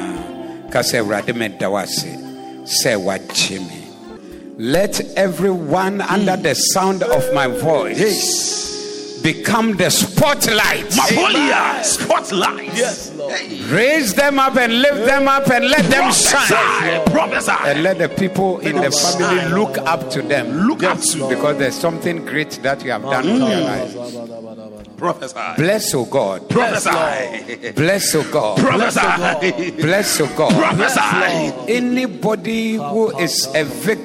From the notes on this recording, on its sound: Preached at the Zeloo Service on 03072022